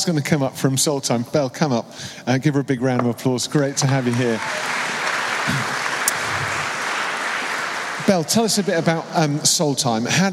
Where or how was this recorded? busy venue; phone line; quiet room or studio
busy venue